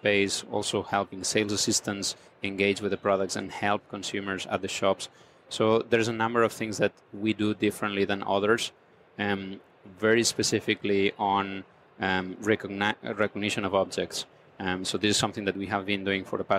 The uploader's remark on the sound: on location at NRF Big Show 2018 in New York.